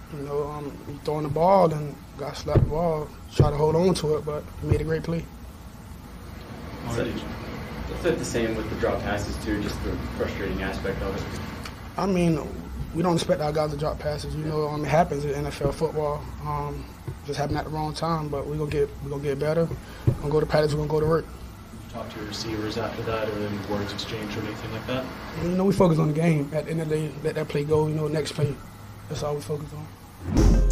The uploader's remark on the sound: Postgame Press Conference